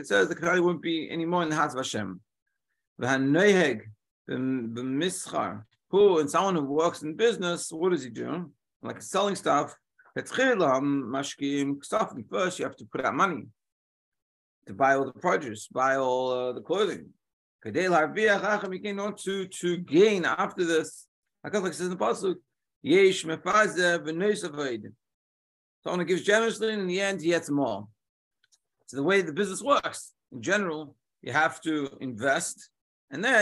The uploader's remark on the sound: Daily Zoom Shiur